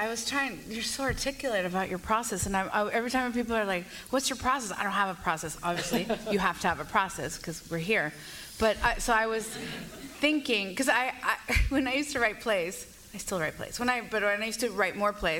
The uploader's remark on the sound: Recorded live at the LA Times Festival of Books.